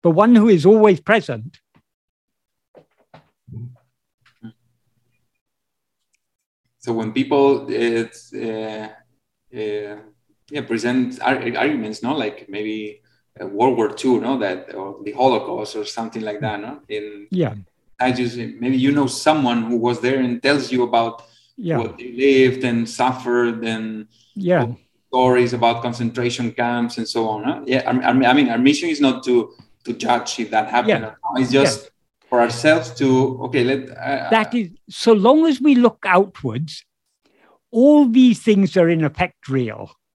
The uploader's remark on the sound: In a Zoom meeting